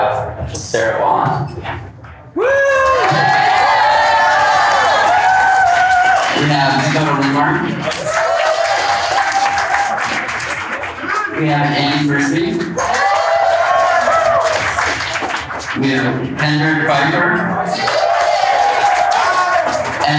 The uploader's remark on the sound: Live at the Boston Marathon. This episode is a live recording of the Puma Professional Athlete Panel recorded ahead of the 2023 Boston Marathon.